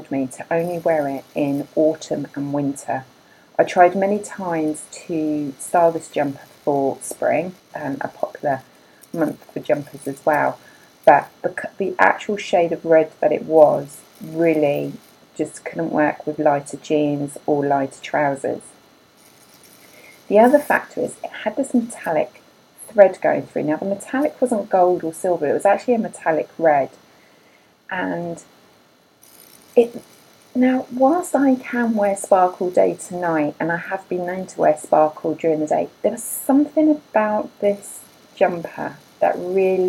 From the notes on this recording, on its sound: there is some glitches with the audio, apologies I was not aware until editing, I believe it the fan of the computer, and it's not something I could remove or reduce.